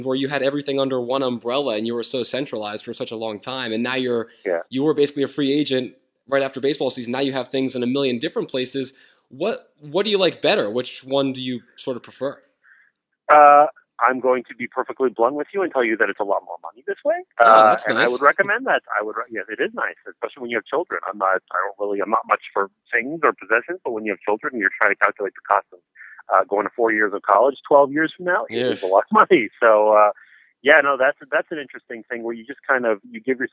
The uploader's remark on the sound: on the phone